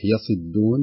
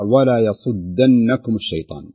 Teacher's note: صحيح يصدون بكسر الصاد